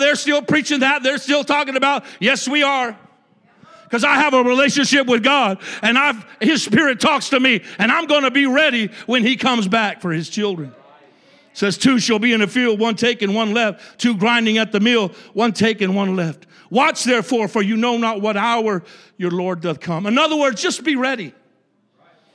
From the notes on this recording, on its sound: a service recording from Connect Point UPC